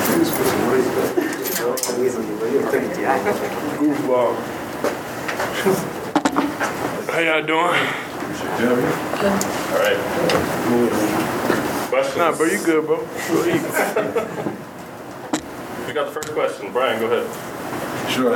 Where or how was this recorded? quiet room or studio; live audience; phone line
live audience